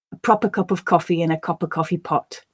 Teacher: They were reduced. So the a and of were both reduced to a word taking the schwa sound, a becoming a and of. · I stressed those words which were the content words, and the other words became much less stressed. They were reduced.